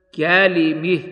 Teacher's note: والكسائي يميل ما قبل الهاء وقفا